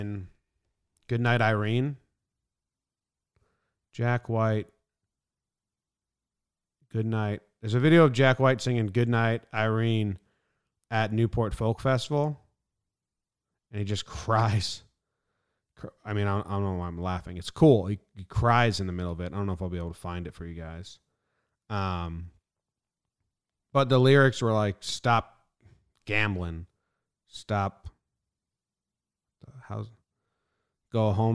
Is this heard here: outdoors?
no